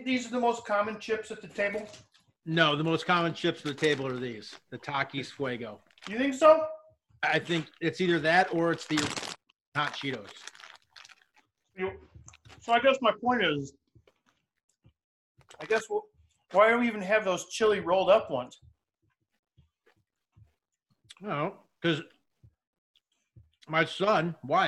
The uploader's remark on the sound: We are working through our sound issues and that we are addressing them.